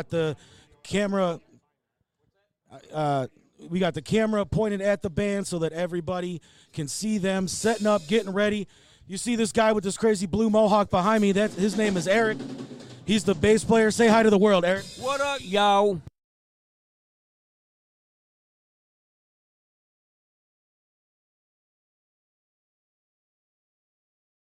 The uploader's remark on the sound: LIVE from the Harvest Saloon in Strongsville Ohio. This is the edited version of the 5 HOUR LIVE broadcast.